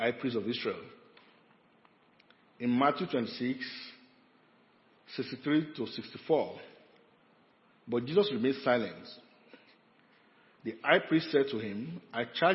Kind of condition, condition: setting, large echoing room